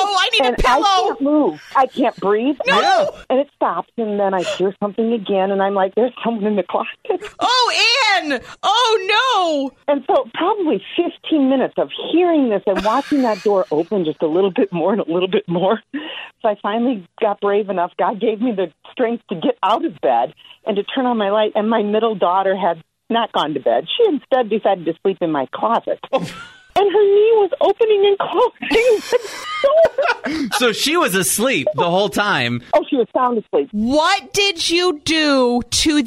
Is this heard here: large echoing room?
no